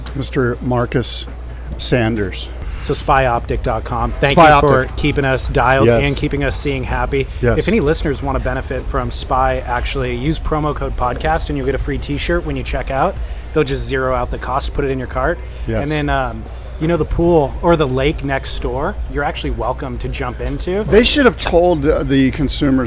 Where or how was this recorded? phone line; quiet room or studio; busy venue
busy venue